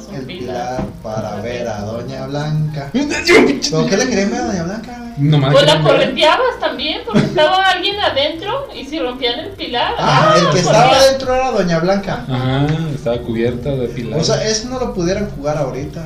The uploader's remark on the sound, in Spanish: En vivo Fallido. Esperamos mejorar el audio.